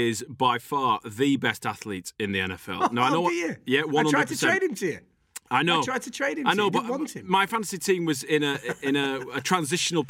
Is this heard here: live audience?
no